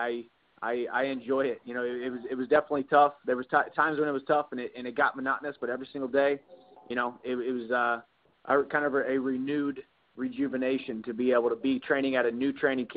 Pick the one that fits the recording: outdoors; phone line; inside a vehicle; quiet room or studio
phone line